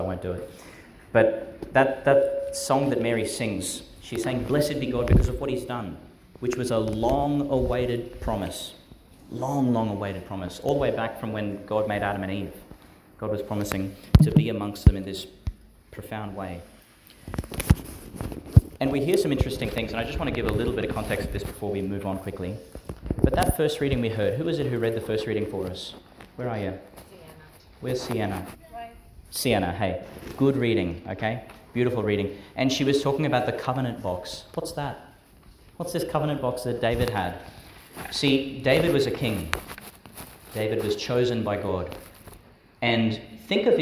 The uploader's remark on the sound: delivered at St John the Baptist Primary School, Gladstone, Qld.